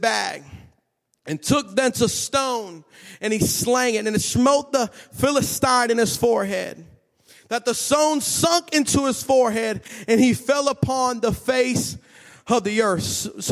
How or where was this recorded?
large echoing room